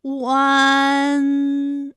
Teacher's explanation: 篇，连篇。好，我们继续再来发乌安。乌安的发音的时候呢，是从圆唇的后高元音乌开始，口型迅速的由合口变为开口状，舌位向前迅速滑降到不圆唇的前低元音啊的位置呢，就开始升高，发啊后软腭下降，逐渐将鼻音色彩增强，舌尖迅速移到上齿龈部，最后抵住上齿龈，发出鼻音呢的状态。看啊，大家感受一下从合口改为开口状的状态，弯，是不是先从合口，然后最后变成了一个开口的状，然后最后尾音的时候呢，是要到达一个鼻腔，发出一个鼻音呢的状态，弯，哎，它就发完整了。好，大家依然跟我来读一组词啊，贯穿，贯穿，软断，软断，酸软，酸软。好，我们继续再来发吁安的音。发音的时候呢，由圆唇的后高元音吁开始，向前低元音啊的方向滑降，舌位只降到前半低元音 i 略后的位置就开始升高，发 i 之后呢，软腭下降，逐渐增强鼻音色彩，舌尖迅速移至上齿龈，再抵住上齿龈。